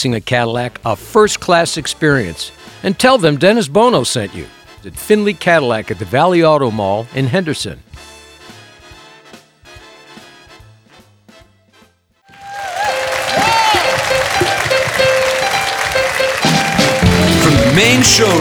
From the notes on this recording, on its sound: Live at the SouthPoint Casino.